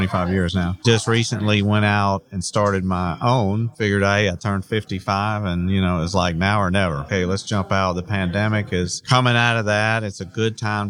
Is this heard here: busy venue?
yes